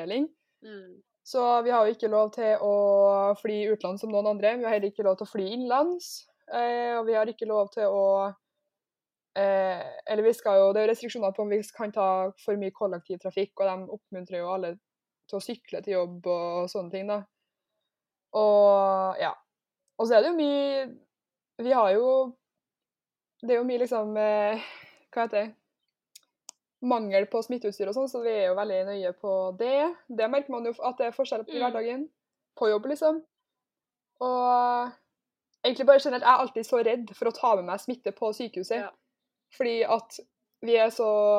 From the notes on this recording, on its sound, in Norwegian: vi innser også at lyden er for dårlig for lufta